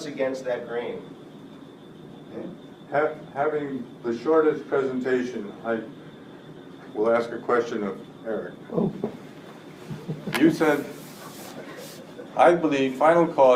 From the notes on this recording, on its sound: A panel at the MEA annual conference in June 2017. At the 18th annual conference of the Media Ecology Association.